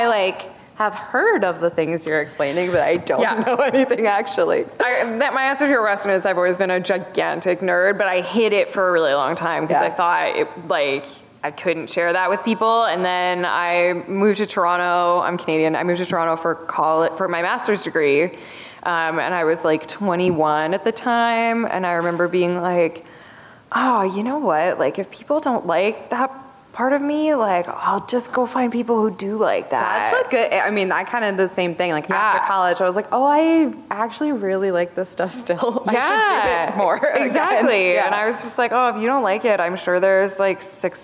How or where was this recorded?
busy venue